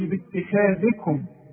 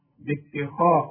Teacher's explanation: رقق التاء فخم الخاء · Shown in: second take